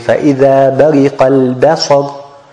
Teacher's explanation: the ba is مرققه and the صاد is مفخمه